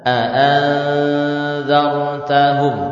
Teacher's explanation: hukum ikhfa, yang menyamarkan nun ketika bertemu dal, yakni nunnya disamarkan, yang awalnya kita baca an menjadi an, ya.